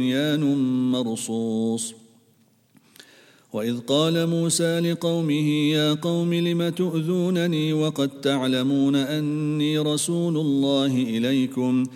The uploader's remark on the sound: at the Houghton Masjid (West Street)